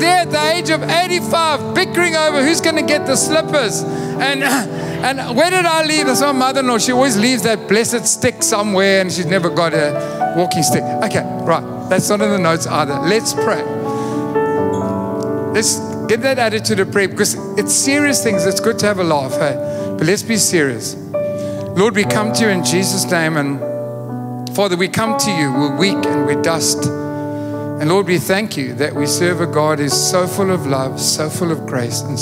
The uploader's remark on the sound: Recorded live on Sunday 20th August the 2023